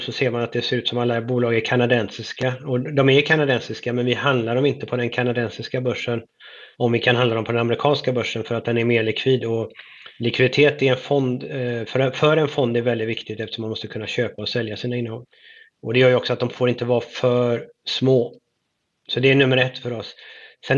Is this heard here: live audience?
no